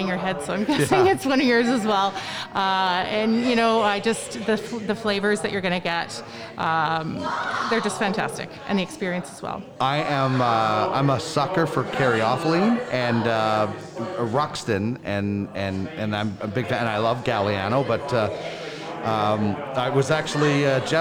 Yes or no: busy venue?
yes